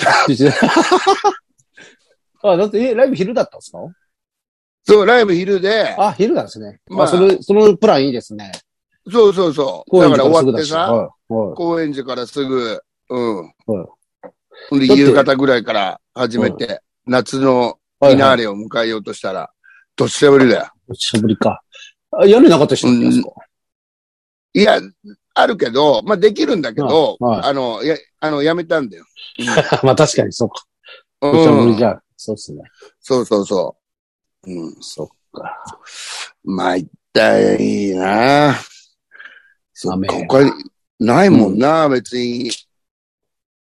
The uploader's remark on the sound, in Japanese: ZOOMで収録